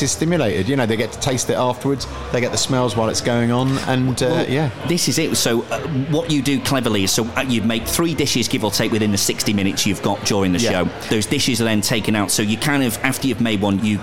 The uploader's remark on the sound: out and about in Edinburgh